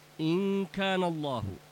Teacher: نون ساكنة بعدها كاف الحكم إخفاء